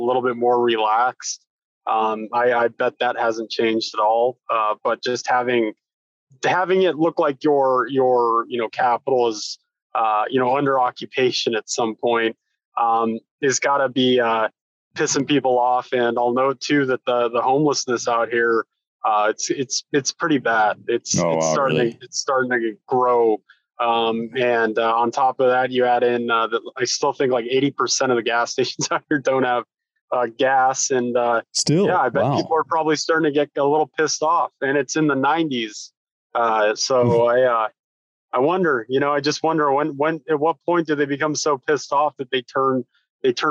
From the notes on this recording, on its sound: sits down over Zoom